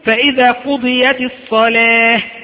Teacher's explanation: كلمة الصلاة، فإذا قضيت الصلاة، تأمل، فإذا قضيت الصلاة أصلها فإذا قضيت الصلاة، فكلمة الصلاة هذه إذا وقفت عليها سوف تقول فإذا قضيت الصلاة بهاء، أصلها كانت تاء، لكن لما وقفت عليها بهاء سميناها هاء تأنيث